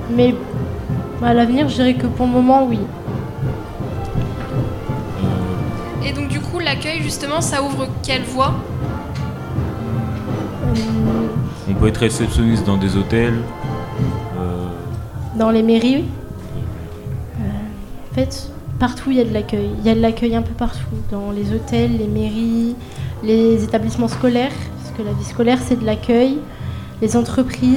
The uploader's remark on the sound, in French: Les 10 et 11 mai 2023, Delta Fm est allée au Nouveau Festival à Cenon (33). Voici une interview de quelques bénévoles qui sont en réalité plusieurs centaines sur le Nouveau Festival.